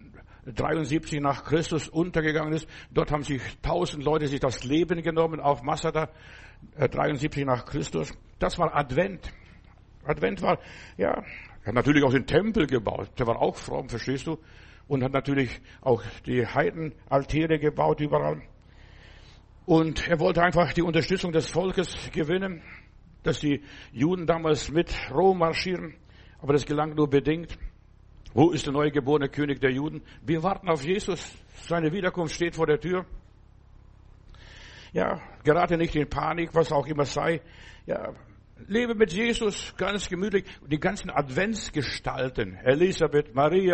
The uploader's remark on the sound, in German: im Gemeinde-Zentrum in Berlin aufgenommen